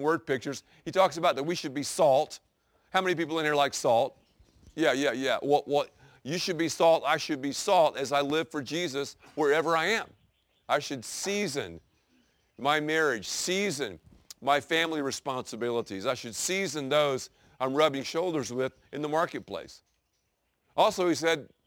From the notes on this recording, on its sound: preaches from the very place where Jesus delivered the Sermon On the Mount at the Sea of Galilee in the Holy Land